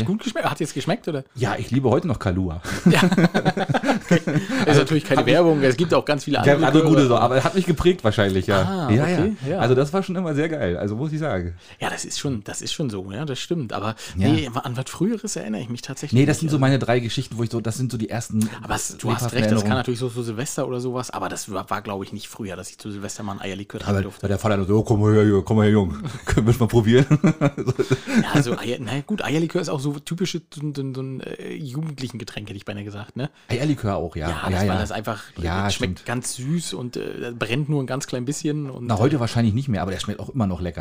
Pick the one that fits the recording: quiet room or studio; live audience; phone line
quiet room or studio